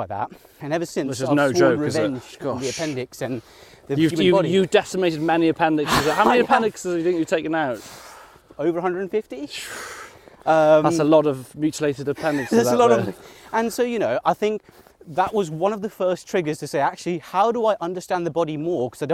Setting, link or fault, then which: setting, outdoors